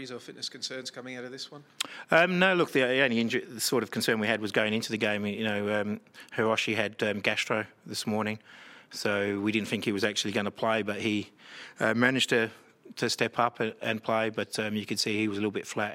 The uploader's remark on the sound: Post-match press conference. Following his side's 3-2 win against Western united in Round 16 of the Isuzu UTE A-League 2022/23 season.